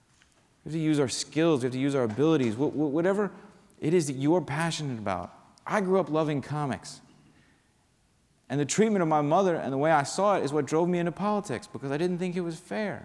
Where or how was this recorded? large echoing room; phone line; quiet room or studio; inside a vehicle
large echoing room